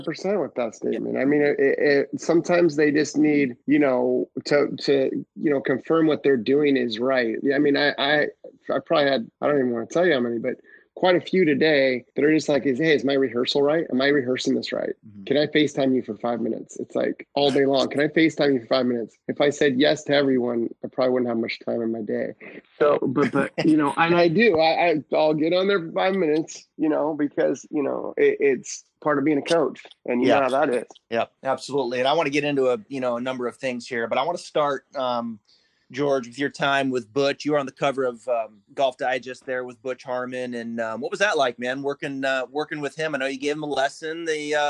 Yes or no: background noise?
no